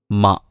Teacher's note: മ എന്ന് പറയുമ്പോൾ രണ്ട് ചുണ്ടുകളും പരസ്പരം തട്ടുന്നു